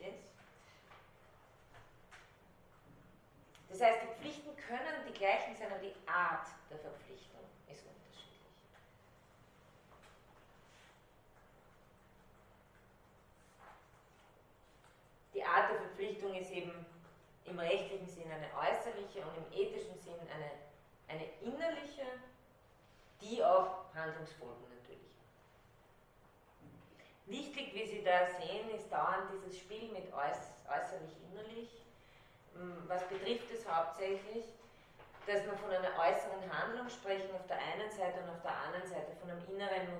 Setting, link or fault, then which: setting, large echoing room